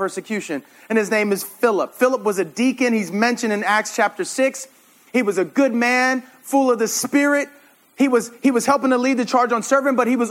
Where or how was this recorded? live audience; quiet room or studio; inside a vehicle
live audience